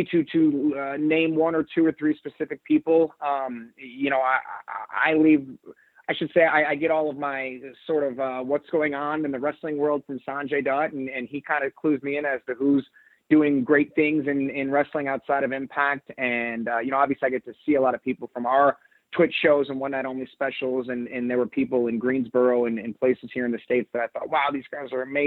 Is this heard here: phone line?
yes